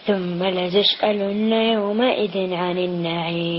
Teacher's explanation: نراعي تشديد الغنة في الحرف الميم المشدد ثم، وكذلك لتسألن عن النعيم، حرف الغنة المشدد يغن مقدار حركتين.